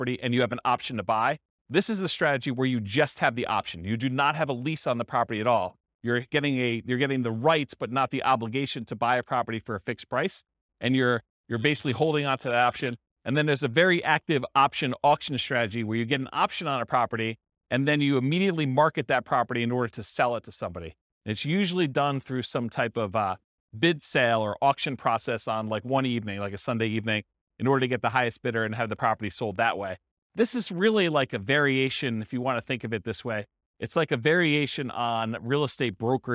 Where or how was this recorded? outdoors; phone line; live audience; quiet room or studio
live audience